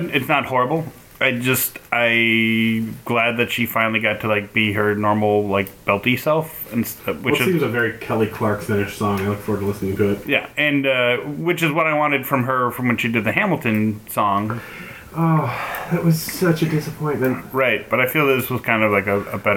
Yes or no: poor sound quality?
yes